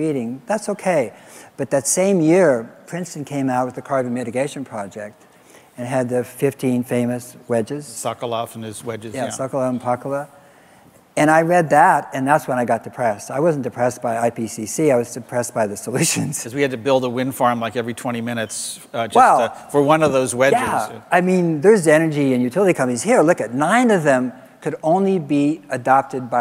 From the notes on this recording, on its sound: Live interviews from GreenBiz events.